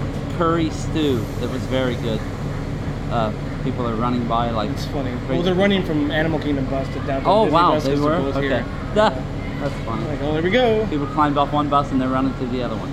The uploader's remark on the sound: Live in Disney World. Follow along as they wander the parks.